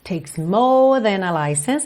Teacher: percebe que eu alongo esse O, ok? Para não enrolar a língua no R.